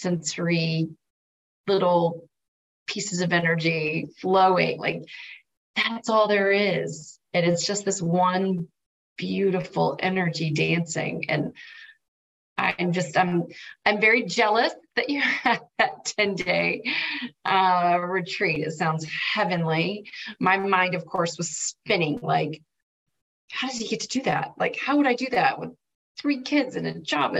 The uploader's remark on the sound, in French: une conférence en ligne